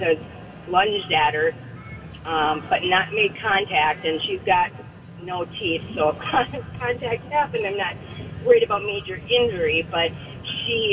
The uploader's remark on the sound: live from the State Fair!